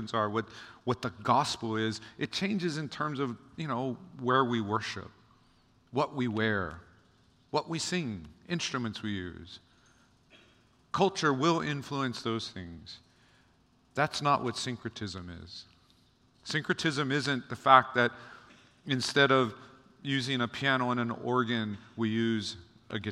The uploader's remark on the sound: Recorded on January 6, 2024 at Waialae Baptist Church.